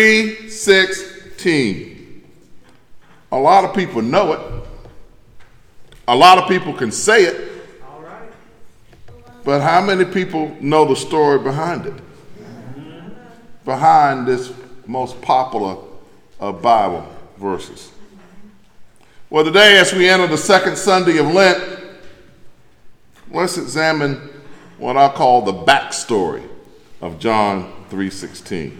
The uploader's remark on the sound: delivered on March 5th from The Greater Bethel, African Methodist Episcopal Church in Athens, Georgia